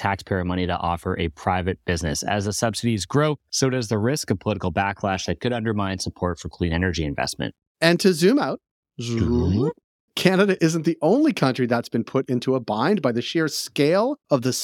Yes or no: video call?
no